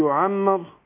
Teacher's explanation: الراء هنا مفخمة عشان إيه مضمومة